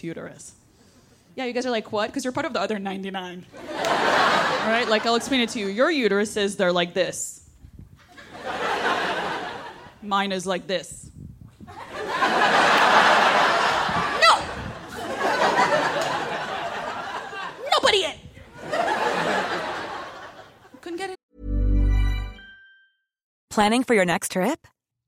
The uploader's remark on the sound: all while keeping the audience in stitches